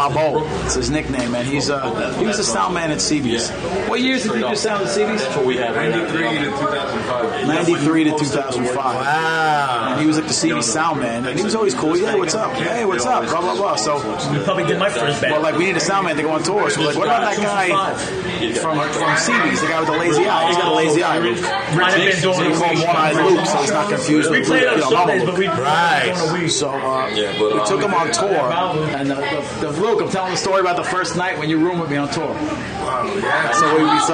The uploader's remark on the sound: Live from Carlo's Pizzeria in Queens